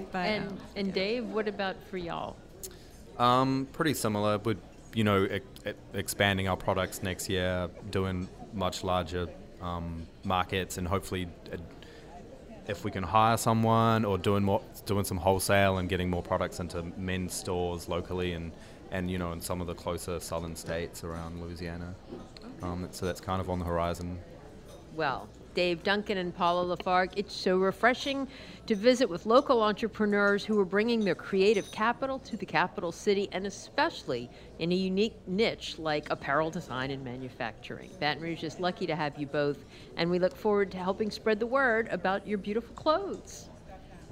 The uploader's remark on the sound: Out to Lunch is recorded live over lunch at Mansurs on the Boulevard .